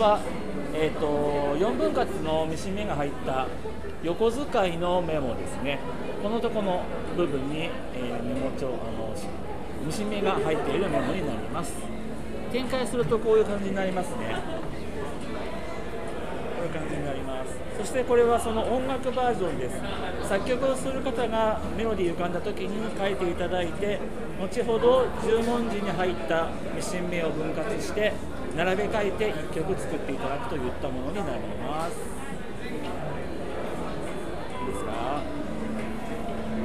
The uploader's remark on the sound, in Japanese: 特別編 FRAT#4会場より。東京天王洲アイルにて開催されました文房具雑貨の合同展示会FRAT#4の会場の模様をお届けします。